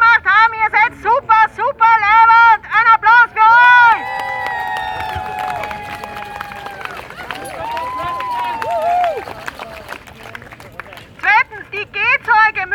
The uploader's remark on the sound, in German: Gehzeug-Demo. Ungeschnittene, unbearbeitete Aufnahme der Reden auf der Demonstration für eine Verkehrswende. Juni 2021 in Wien.